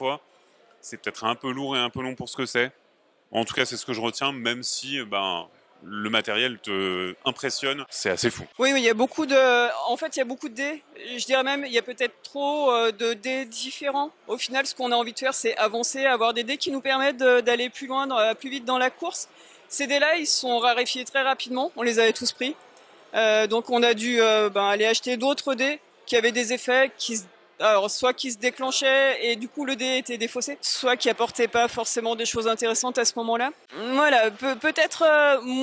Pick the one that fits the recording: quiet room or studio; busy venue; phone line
busy venue